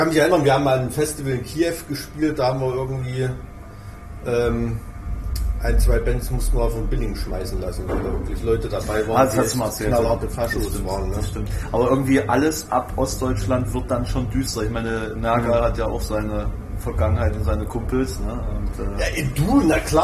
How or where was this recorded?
busy venue